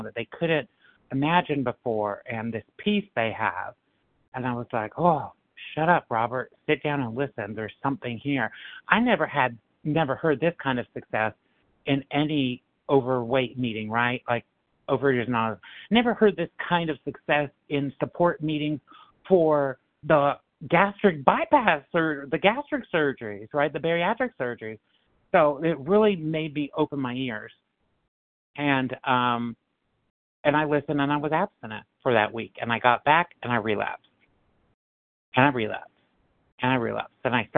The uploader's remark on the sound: 100 Pounders Phone Meeting